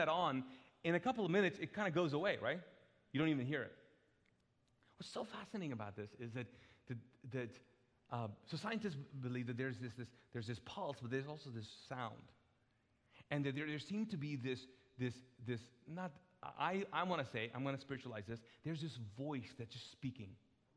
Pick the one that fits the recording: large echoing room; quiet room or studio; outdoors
large echoing room